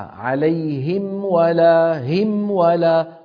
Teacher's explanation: صوت الميم منفصل تماما الانفصال عن صوت الواو التي بعدها، وكذلك صوت الواو مفصول عن صوت الميم، كل ما في الأمر أنهما تجاورا. · Term: الإظهار